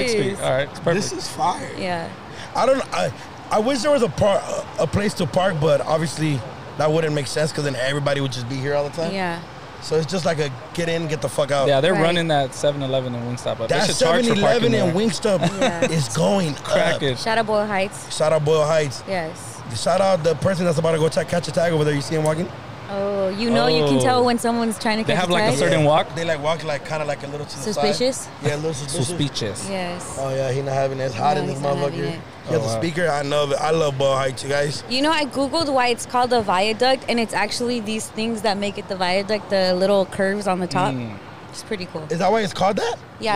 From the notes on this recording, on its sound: Live From The 6th Street Bridge! We are proud to be the first podcast to record an entire episode on the 6th street bridge. Some people thought it was a publicity stunt and the mic's weren't plugged.